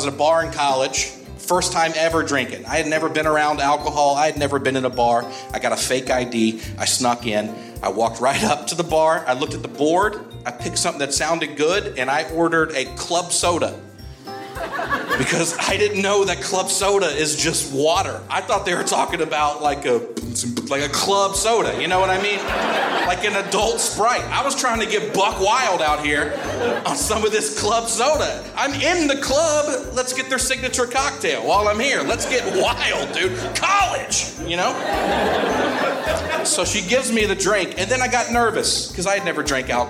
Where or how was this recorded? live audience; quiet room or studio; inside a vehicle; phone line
live audience